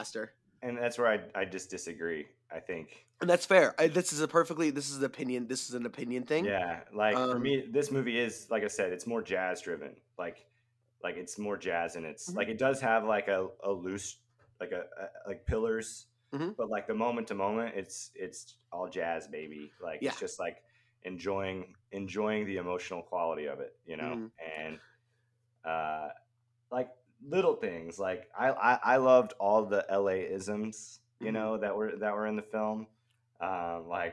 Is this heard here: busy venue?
no